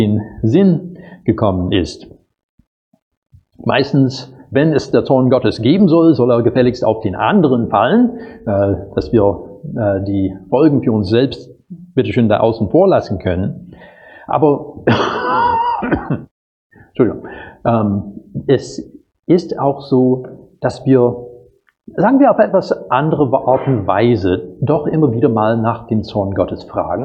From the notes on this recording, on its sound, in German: Predigt aus dem Gottesdienst